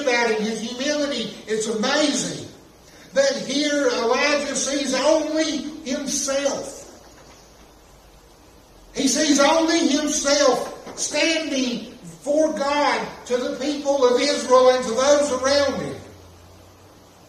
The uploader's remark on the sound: This message was preached at Chestnut Grove Baptist Church in Little Switzerland NC